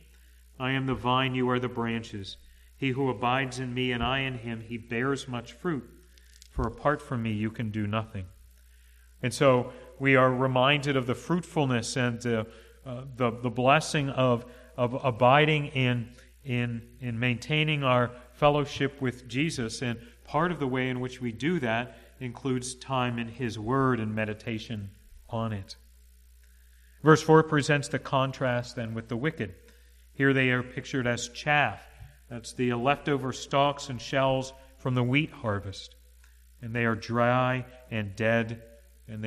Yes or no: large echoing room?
yes